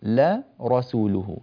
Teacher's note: ترقق اللام وتفخم الراء التي بعدها